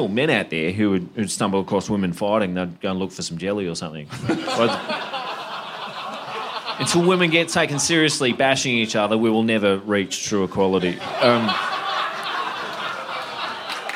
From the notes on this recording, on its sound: LIVE IN BRISBANE. At the second of our sold out live shows in BrisVegas.